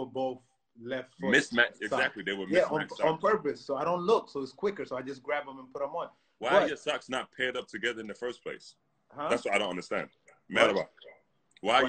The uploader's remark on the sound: Whilst the world is locked down during the coronavirus pandemic. It was straight Q&A, as they answered questions from fans.